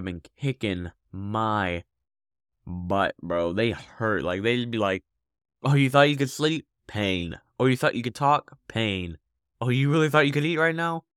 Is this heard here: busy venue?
no